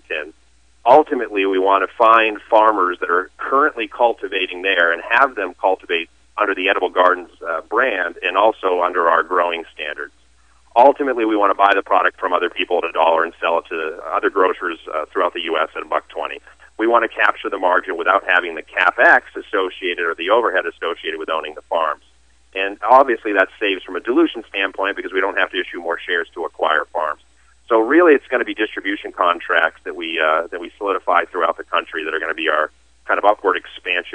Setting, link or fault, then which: link, phone line